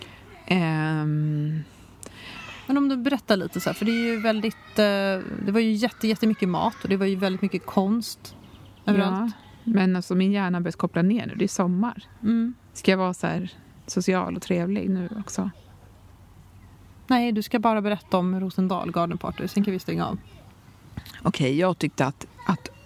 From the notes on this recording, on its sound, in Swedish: Pratar med roliga festivalbesökare och trängs i publikhav – en skön festivalkväll med lasershow i Stockholmsnatten! I det här avsnittet får du följa med oss på festivaläventyr på Rosendal Garden Party som ägde rum i juni på Djurgården i Stockholm.